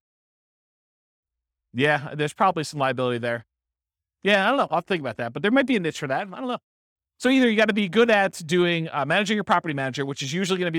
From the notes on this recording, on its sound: This was a live class recorded